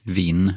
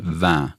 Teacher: Och då försvinner n-et också, det assimileras liksom det in i vokalen. · Shown in: second take · Mm. Så vi får den nasala vokalen vin.